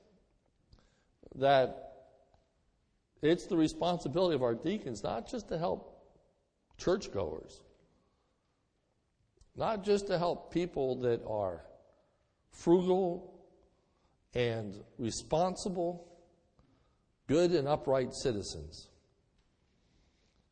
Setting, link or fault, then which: setting, large echoing room